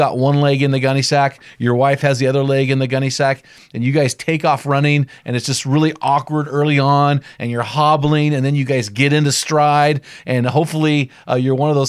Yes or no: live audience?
no